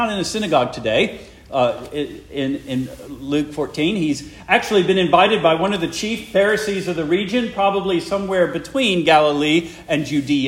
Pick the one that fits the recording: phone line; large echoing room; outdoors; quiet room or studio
large echoing room